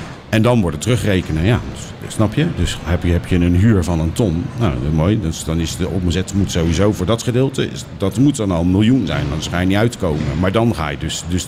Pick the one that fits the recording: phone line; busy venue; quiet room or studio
busy venue